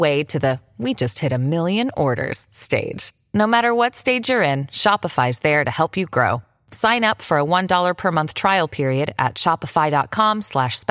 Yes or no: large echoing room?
no